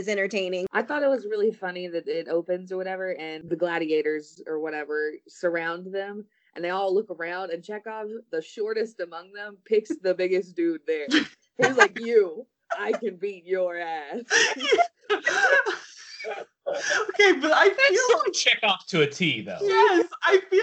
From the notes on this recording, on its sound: While we are socially distancing due to COVID-19, the audio quality of the show may be a little haphazard.